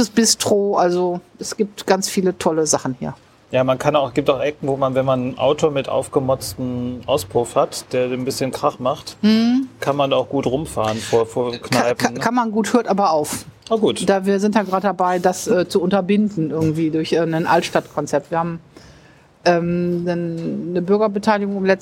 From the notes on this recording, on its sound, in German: Dieses Gespräch wurde Outdoor bei einem Gewitter aufgenommen. Am Anfang hört man Regen, später Hagel.